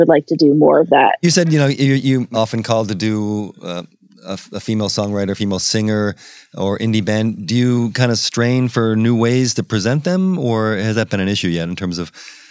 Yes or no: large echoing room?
no